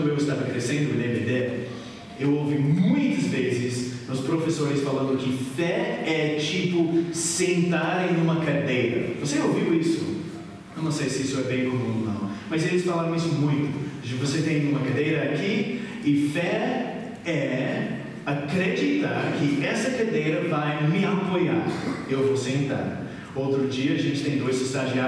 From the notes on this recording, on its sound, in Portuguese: Mensagem gravada na Igreja Batista Jardim Minesota